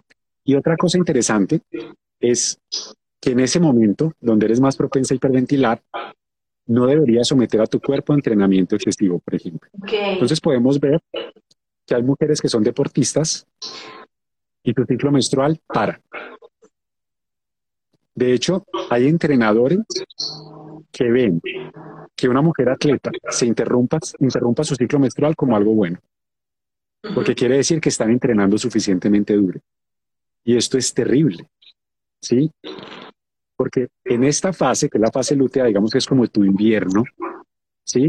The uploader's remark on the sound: decidimos hacer un Live en Instagram